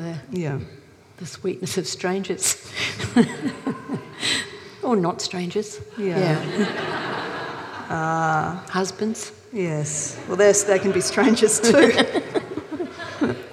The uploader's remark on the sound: This is a live recording from our event.